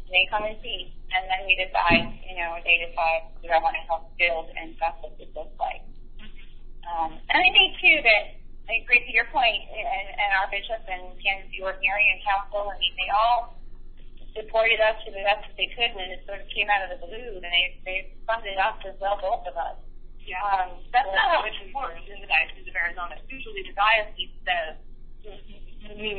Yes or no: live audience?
no